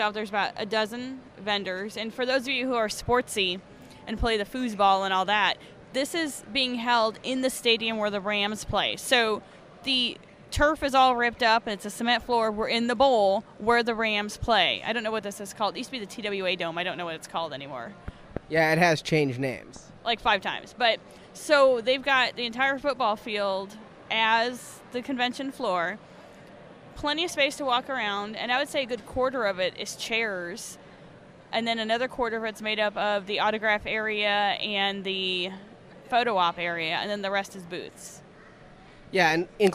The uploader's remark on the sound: Recording live at Wizard World St. Louis.